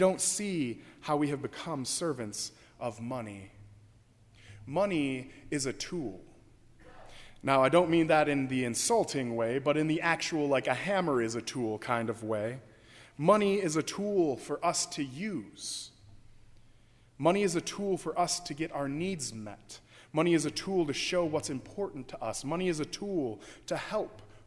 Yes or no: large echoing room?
yes